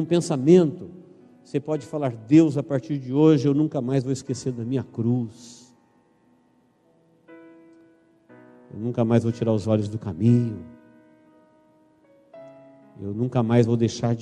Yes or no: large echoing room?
yes